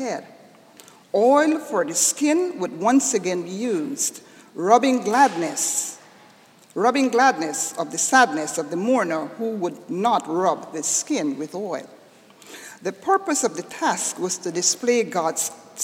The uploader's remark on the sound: This sermon was delivered on Sunday, December 11, 2011 at Jan Hus Presbyterian Church and Neighborhood House in New York City.